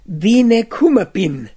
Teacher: Wenn dieses i hinter einem Wort steht, das auf einen Vokal ausgeht, dann wird zwischen die beiden Vokale ein N eingeschoben zur Vermeidung des Hiats. Das I wird dann meist als geschlossenes E ausgesprochen.